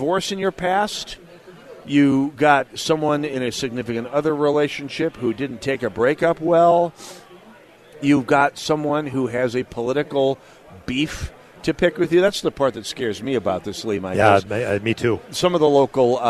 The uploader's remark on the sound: Live at The Sportsmen Show!!